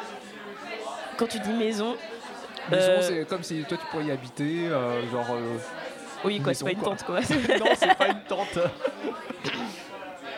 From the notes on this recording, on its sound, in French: Pour cet épisode spécial fête, nous étions en direct ! Accompagné de nombreux membres de Radio Campus Paris, tout s’est déroulé en direct depuis le bar “Le Barbier de Bastille”.